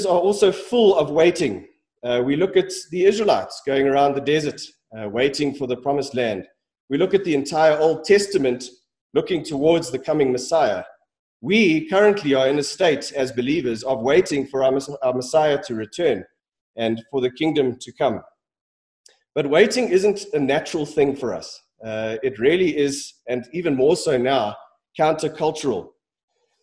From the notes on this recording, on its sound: Sermon preached at Centre Church